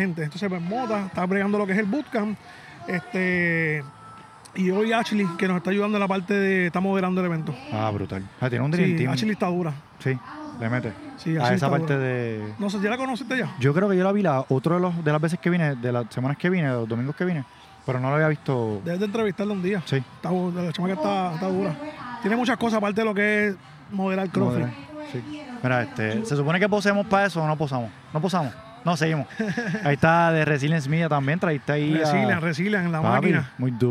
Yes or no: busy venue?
yes